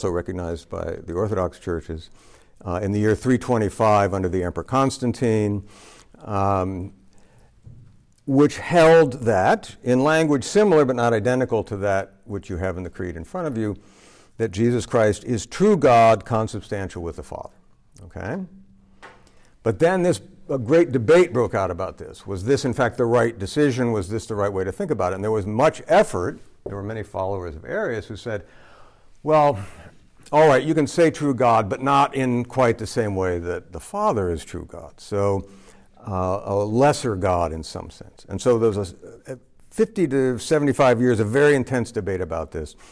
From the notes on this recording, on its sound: This lecture was given on August 29, 2023, at Mississippi State